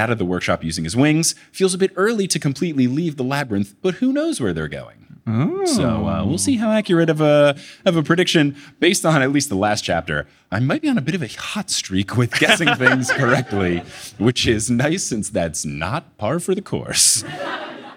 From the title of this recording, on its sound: LIVE in LA!